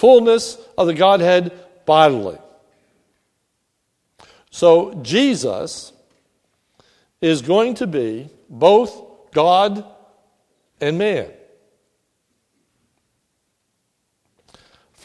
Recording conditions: large echoing room